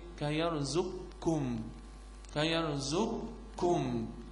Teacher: القاف مش موجودة ولا صفة ولا ذاتا، لان هنا طبعا القاف ادغمت فين؟ في الكاف